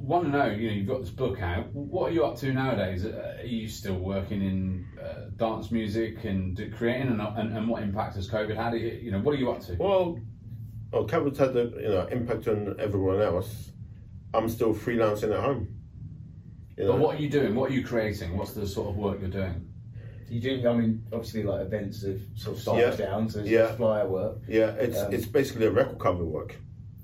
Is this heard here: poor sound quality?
yes